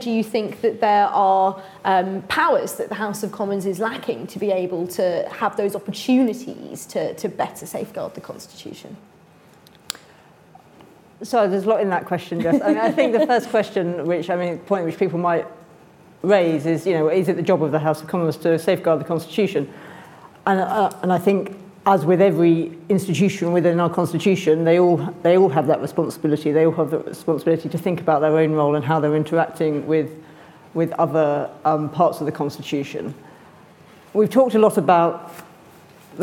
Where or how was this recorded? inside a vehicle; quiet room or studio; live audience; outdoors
live audience